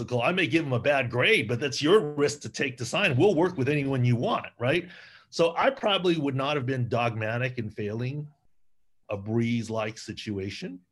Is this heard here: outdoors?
no